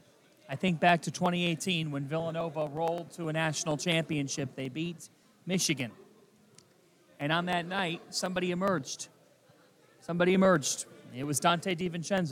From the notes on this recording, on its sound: Live from NRG Stadium in Houston!